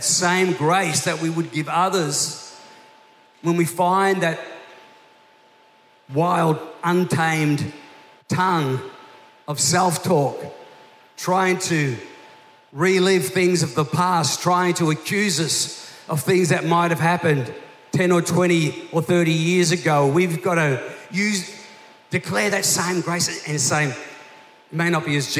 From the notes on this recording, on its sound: This was recorded in our 9am service on the 1st of Januray, 2023.